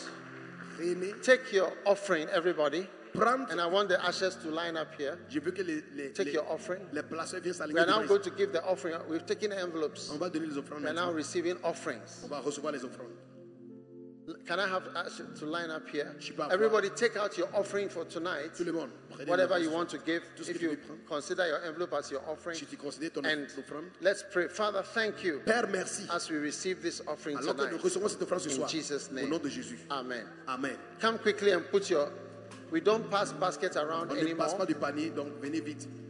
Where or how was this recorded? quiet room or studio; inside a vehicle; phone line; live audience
live audience